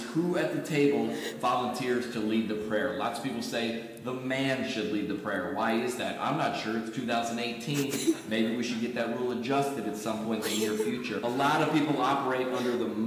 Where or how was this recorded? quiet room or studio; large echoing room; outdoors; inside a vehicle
large echoing room